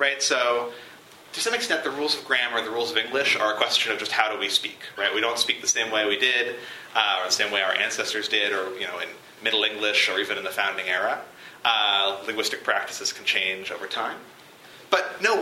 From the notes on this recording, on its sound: This lecture was recorded on February 13, 2015, at the University of Chicago Law School.